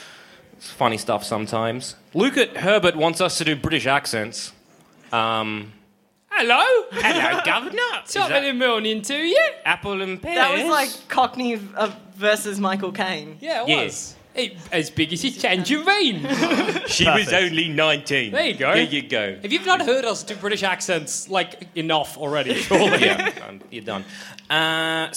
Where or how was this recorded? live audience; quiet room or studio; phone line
live audience